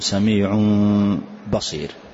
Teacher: نجعل فتحة يسيرة عند إخراج الميم مع الباء، فنقول سميع بصير. · Term: إخفاء شفويا